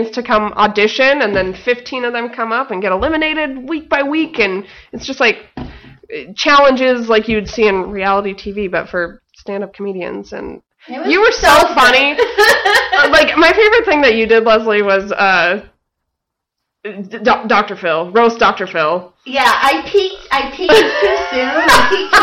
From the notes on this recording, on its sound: Still working on sound issues!